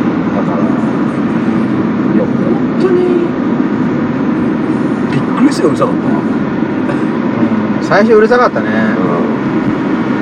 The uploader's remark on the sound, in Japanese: 2022-23シーズンのWEリーグ最終戦を見に行った帰りに車内で緊急収録(笑)。音声聞きづらい所はご容赦を！